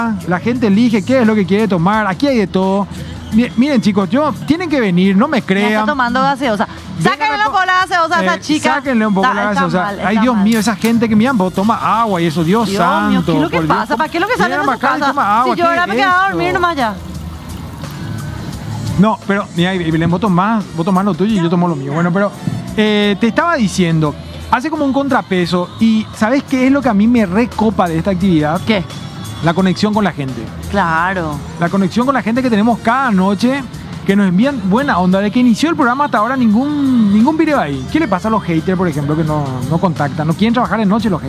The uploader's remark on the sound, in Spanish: EN VIVO DESDE MCCARTHY'S.